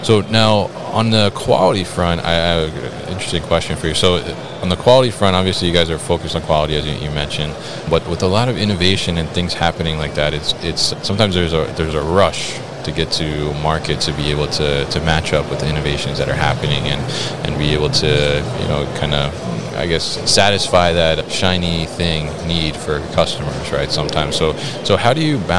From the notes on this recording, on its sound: CLARK Material Handling at MODEX 2022